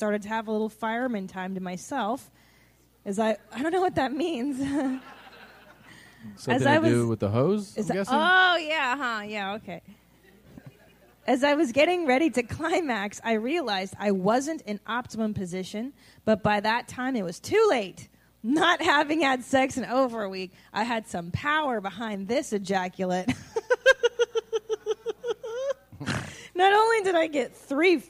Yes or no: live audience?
yes